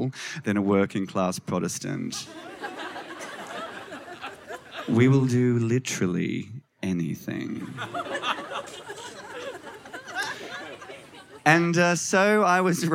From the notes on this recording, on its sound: SPUN: True Stories Told in the Territory is a live storytelling event. Popping up at different venues across Darwin. Told at our event at Darwin Festival in 2018.